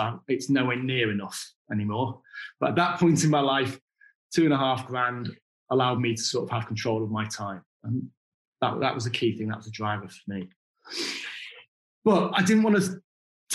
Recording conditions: video call